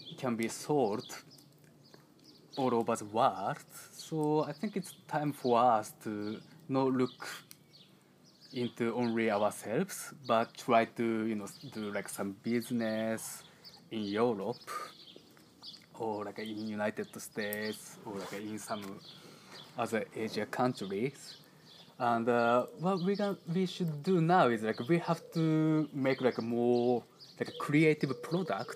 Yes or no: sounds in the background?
yes